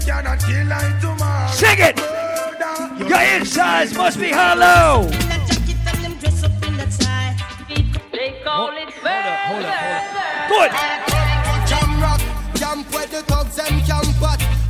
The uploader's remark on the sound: LIVE AUDIO FROM AUGUST 1OTH